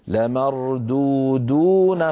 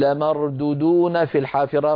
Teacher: فبعض إخواننا من السرعة يقولون لمردودون في الحافرة، فيخطف الواو الأولى ولا يمدها · Shown in: second take